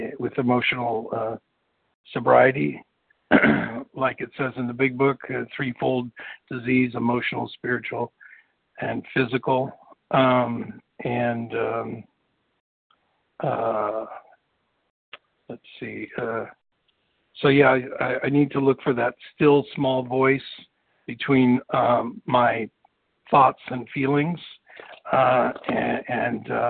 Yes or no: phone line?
yes